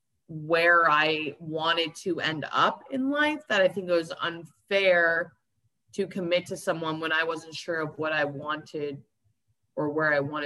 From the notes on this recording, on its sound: via Zoom